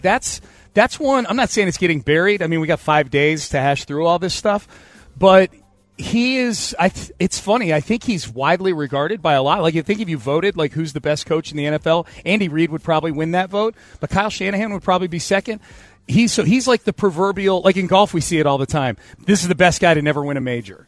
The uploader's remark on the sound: live on Radio Row in Las Vegas!